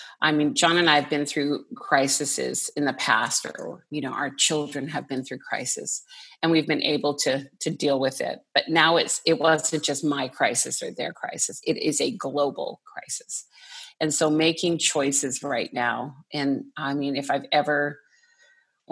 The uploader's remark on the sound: listen in on this group zoom conversation